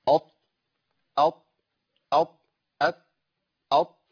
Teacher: طيب لما اجي اطبق المخرج هلاقي لساني بيلتصق من الامام قليلا